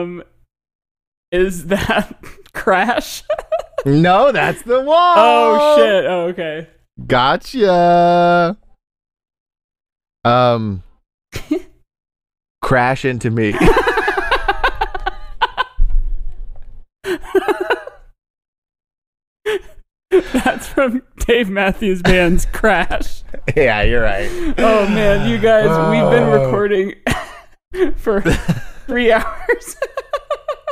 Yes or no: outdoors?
no